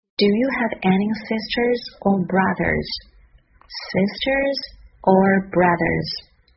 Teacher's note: 在读的时候语调是先扬后抑